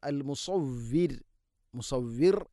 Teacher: സ്വരഭാരത്തിൽ ഉച്ചരിക്കണം, നാവിൻ്റെ മധ്യഭാഗം അണ്ണാക്കിലേക്ക് ഉയർന്ന് നിൽക്കണം. ശേഷം അൽ മുസവ്വിർ, മുസവ്വിർ എന്ന് വഖഫ് ചെയ്ത് മുസവ്വിർ, റാഇനെ തർഖീഖ് ചെയ്യണം. · Term: സ്വാദ്